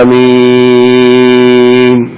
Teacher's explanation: تسمعون كيف البعض يمدها آمين يعطيها سبع حركات أو ست